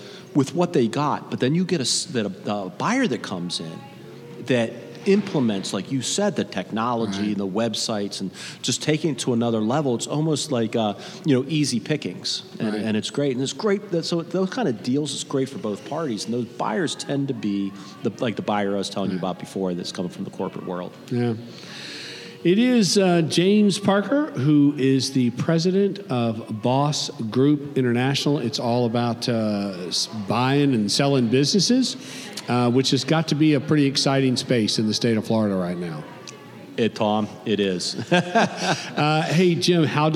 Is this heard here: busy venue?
yes